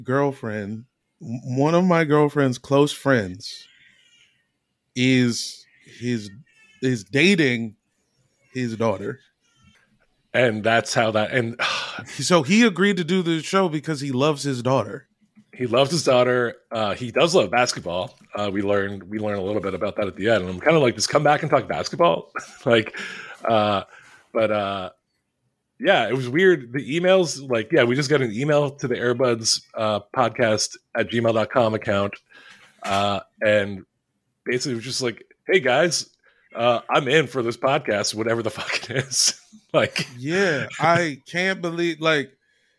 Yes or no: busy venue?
no